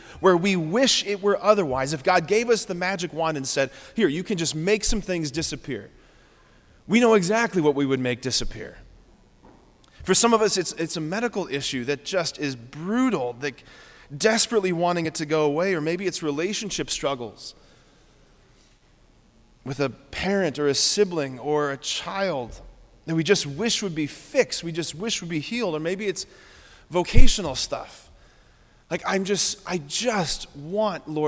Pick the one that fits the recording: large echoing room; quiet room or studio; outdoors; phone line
large echoing room